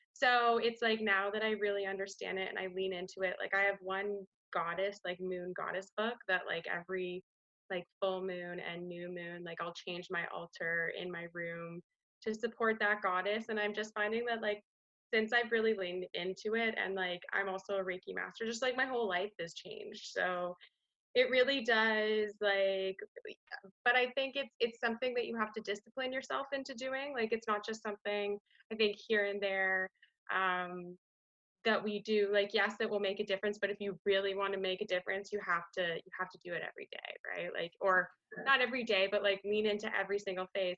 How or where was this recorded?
video call